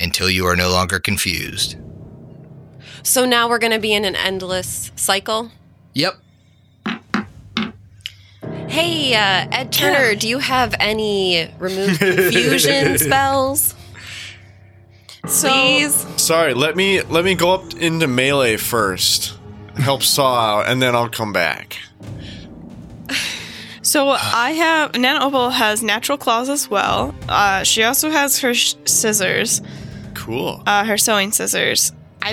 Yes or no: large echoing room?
no